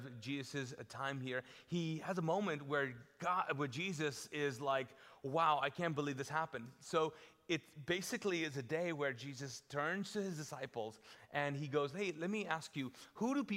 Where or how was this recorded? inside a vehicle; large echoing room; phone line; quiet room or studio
large echoing room